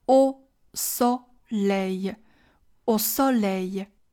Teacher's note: 尤其要注意的是小口，o 到大口，o 的转变 · IPA: [o sɔlɛj]